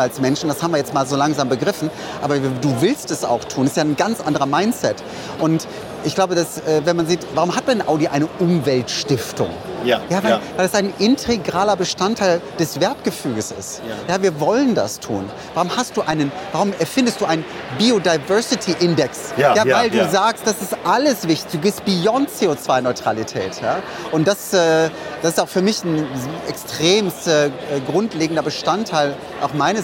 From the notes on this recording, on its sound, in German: Auf dem diesjährigen Greentech Festival in Berlin